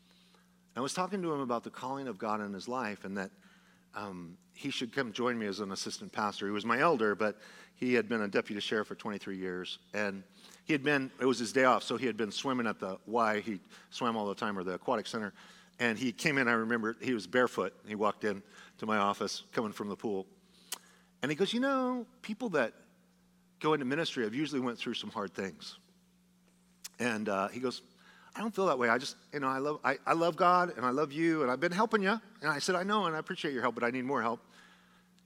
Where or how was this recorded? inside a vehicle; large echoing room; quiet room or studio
large echoing room